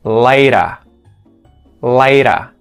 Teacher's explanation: the T in the word later becomes a T flap